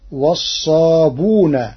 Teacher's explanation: قرأ ورش كلمة والصابئون بضم الباء وحذف الهمز، فتصير عنده والصابون تخفيفا وتسهيلا.